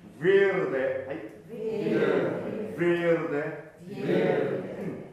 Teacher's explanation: これは長母音なので、ベーではなくてややイに近い響きのウィーって発音になります